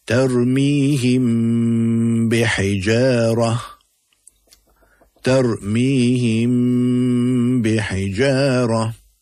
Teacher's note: The rule says, when the letter Ba appears after a Mim Sakin, that is a Mim with a Sukoon, there will be Ikhfa Shafawi. It will be pronounced with a light nasal sound in the nose for a duration of 2 haraka. And the example in Surah Fil, we have the Mim with the Sukoon followed by the letter Ba.